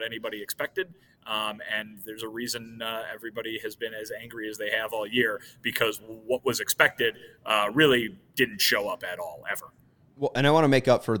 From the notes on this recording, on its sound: CHGO White Sox Live Postgame Show. Joins the show live from Target Field In Minnesota.